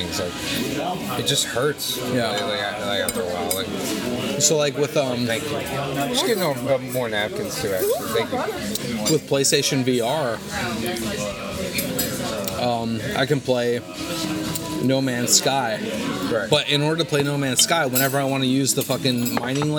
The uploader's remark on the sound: Join us this week for another special post-gig podcast recorded at Denny's.